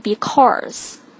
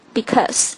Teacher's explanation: 这里是没有这个 R 的音的 · Shown in: second take